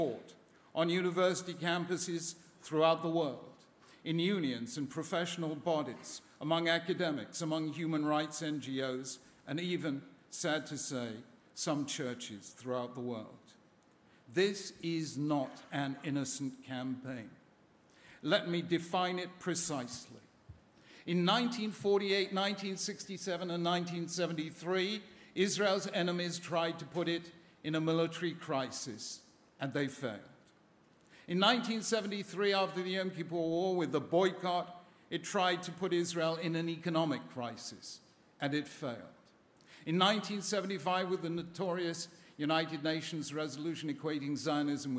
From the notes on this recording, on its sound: a keynote plenary address at the American Jewish Committee's 2014 Global Forum in Washington, DC